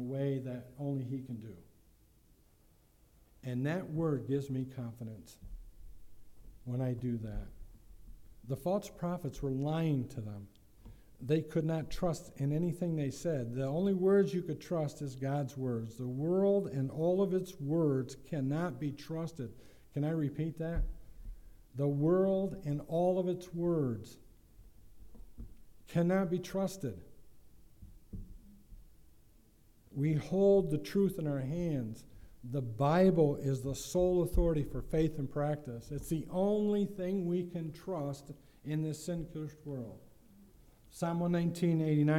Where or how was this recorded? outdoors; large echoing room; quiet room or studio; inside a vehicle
large echoing room